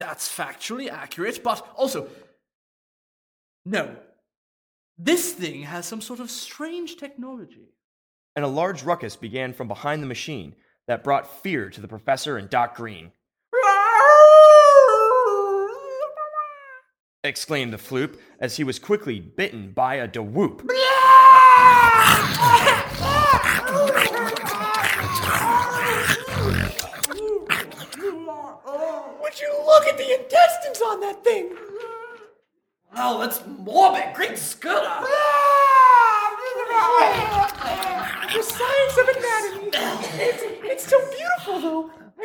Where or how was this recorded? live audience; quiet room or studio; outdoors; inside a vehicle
live audience